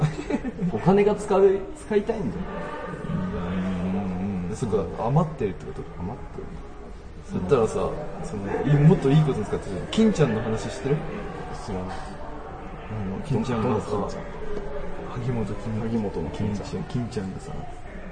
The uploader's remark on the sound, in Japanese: 今回は『初めての公開収録』です。廊下の端っこで叶姉妹の話をしました。スタジオを飛び出し初の公開収録』。スタジオから飛び出して初の野外収録』。